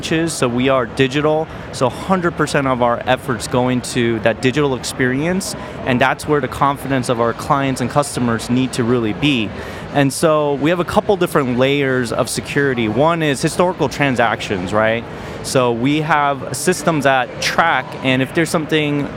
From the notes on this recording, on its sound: The fourth and final episode recorded at Money20/20 USA. The event took place at The Venetian, Las Vegas. We recorded a series of interviews from the Instnt's booth with a number of the speakers and attendees at the event.